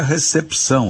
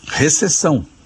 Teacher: A gente escreve recepção e pronuncia recepção, a gente lê o que está escrito. Esse P de pato, diferentemente do que a gente diz no dia a dia, não é mudo, ele é lido, ele é pronunciado. · Shown in: first take · Em Portugal, esse P não é lido, né?